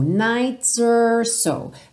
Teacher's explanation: Percebe como esse are quase não aparece, ok? Pela rítmica da música, pela divisão das sílabas.